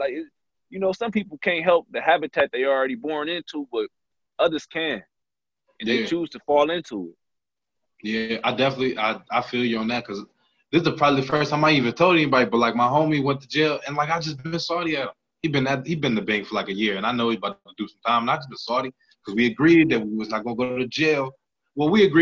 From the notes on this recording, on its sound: sit down on zoom